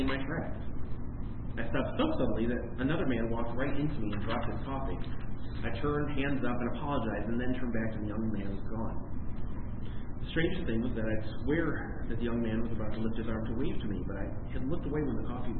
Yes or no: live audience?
yes